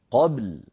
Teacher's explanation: قبل بباء ساكنة مخلخلة يتلوها لام ساكنة بينية